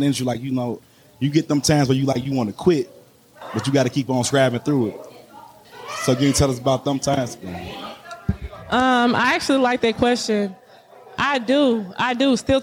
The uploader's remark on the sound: Live From Sin City Seafood in Las Vegas